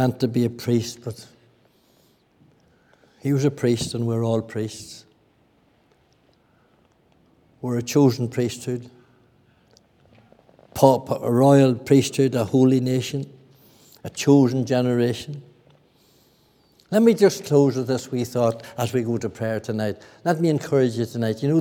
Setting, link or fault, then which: setting, large echoing room